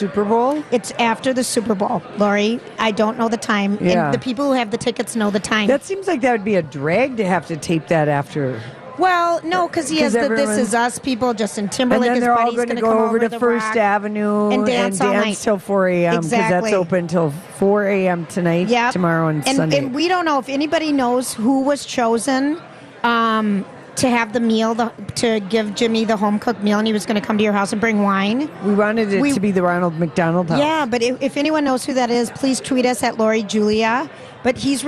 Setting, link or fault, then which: setting, busy venue